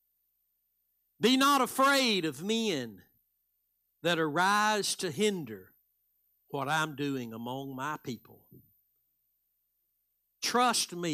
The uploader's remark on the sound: Live Sunday Morning Service